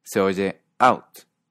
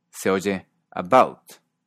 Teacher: cuando hay un sonido sordo, en lugar de tener una A abierta como en AO, en Canadá se escucha normalmente un sonido más cerrado